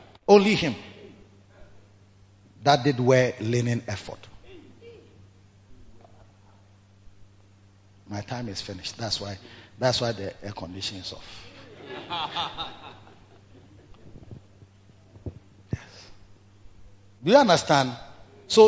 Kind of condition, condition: setting, large echoing room